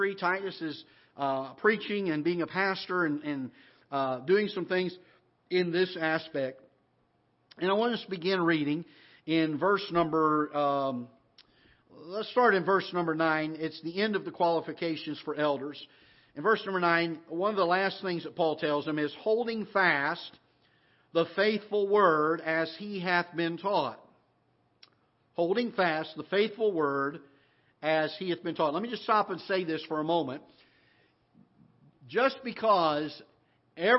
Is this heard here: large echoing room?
yes